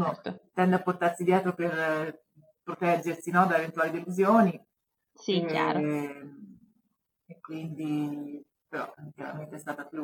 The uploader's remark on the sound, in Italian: la qualità audio è decisamente pessima